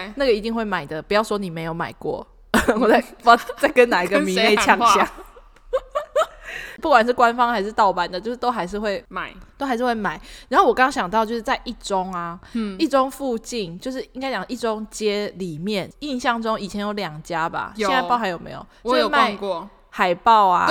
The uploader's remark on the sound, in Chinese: 我們換了一個大空間錄音導致收音狀況會有較大回音，敬請見諒